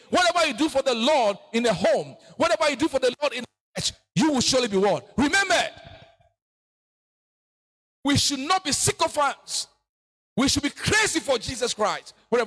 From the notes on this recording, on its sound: preached at New Covenant Baptist Church Sunday service